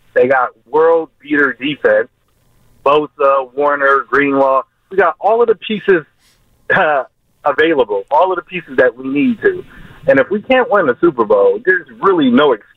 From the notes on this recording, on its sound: Go to the phones to get opinions from 49ers fans about the team's 2023 season.